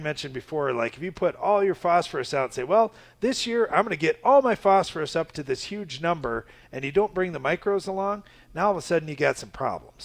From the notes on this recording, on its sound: Live from the Ag PhD Soils Clinic